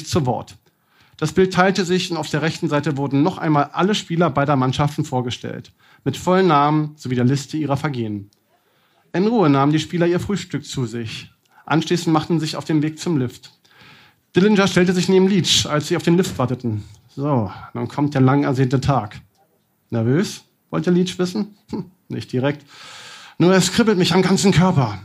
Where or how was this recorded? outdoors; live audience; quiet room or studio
live audience